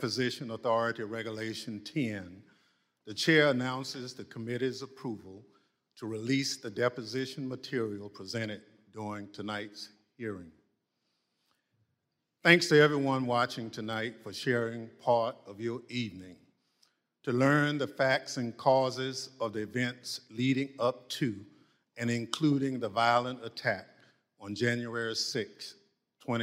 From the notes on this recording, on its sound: This episode features audio of the first of a series of public hearings. Held by the House select committee to investigate the Jan.